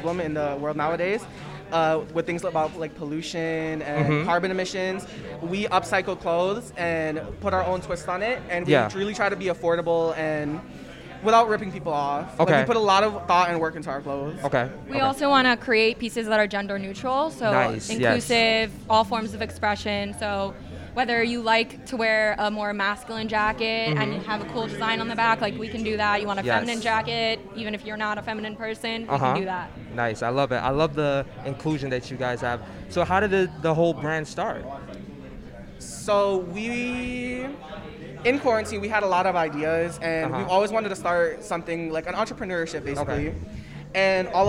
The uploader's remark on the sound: A live show from Nyc Lab Rats " Spaced Out" Event.